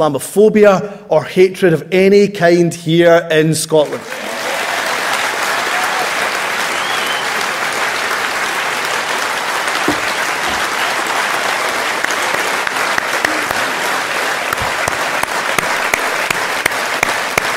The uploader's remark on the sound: speech from SNP Conference Oct 2023